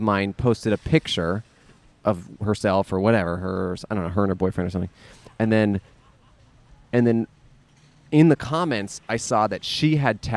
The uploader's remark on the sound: Recorded in front of the Atwater Village Costco in Los Angeles.